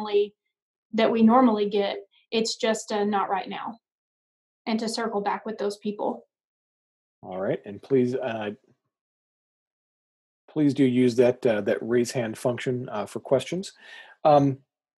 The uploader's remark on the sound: Joined me for an small college AD Zoom conversation.